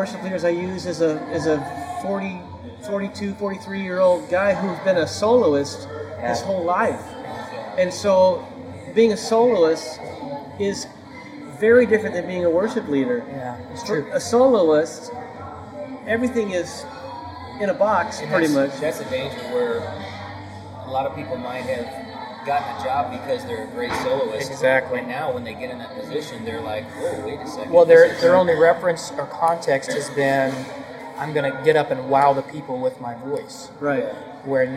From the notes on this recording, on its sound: This podcast was recorded over a lunch with two other Worship Pastors.